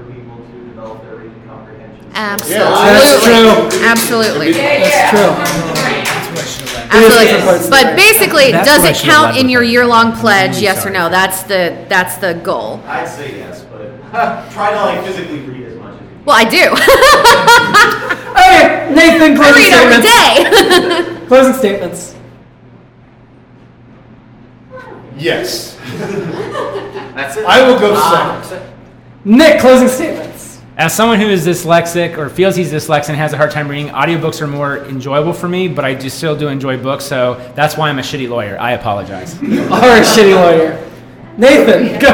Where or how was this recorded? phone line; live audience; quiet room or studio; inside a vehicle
live audience